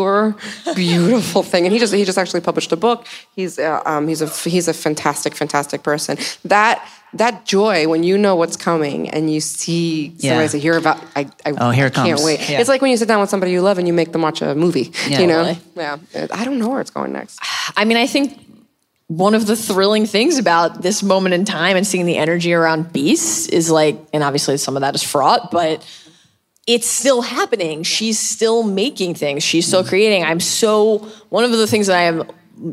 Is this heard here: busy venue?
yes